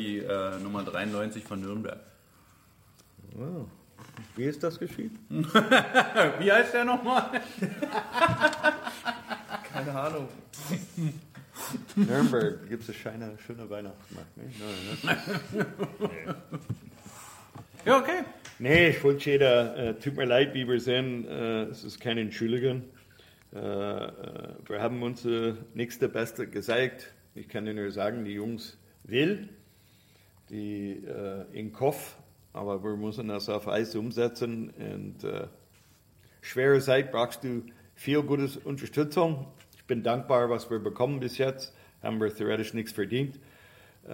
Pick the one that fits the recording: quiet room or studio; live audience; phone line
live audience